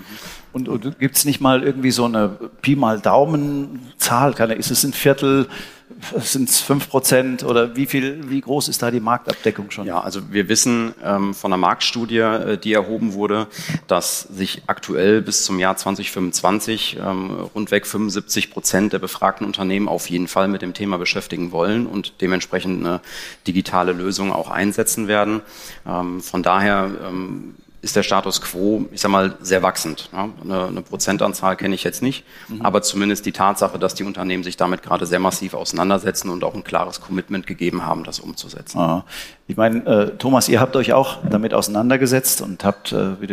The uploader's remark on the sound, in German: Sie wurde aufgezeichnet in der Eventlocation Mampe Manufaktur am Tempelhofer Berg in Berlin.